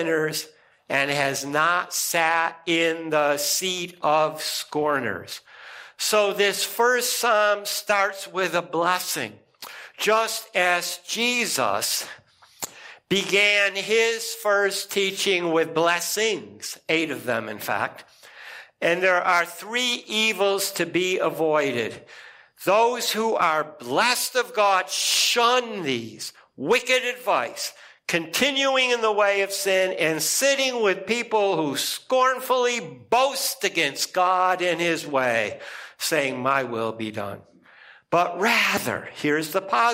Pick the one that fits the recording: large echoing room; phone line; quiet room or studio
large echoing room